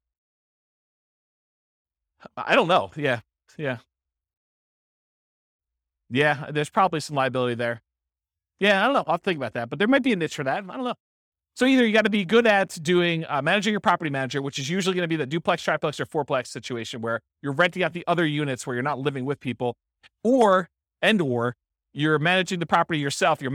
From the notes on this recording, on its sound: This was a live class recorded